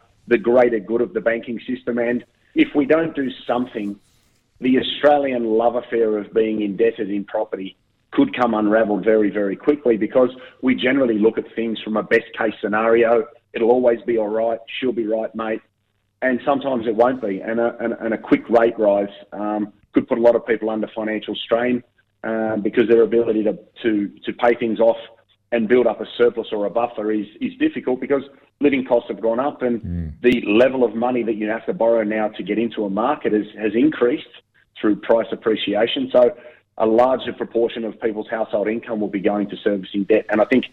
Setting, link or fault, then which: link, phone line